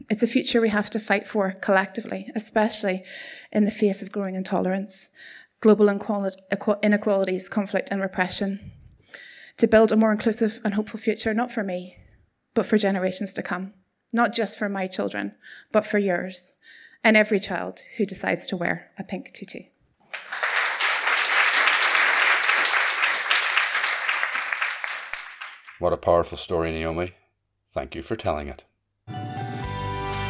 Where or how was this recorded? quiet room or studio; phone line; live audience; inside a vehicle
live audience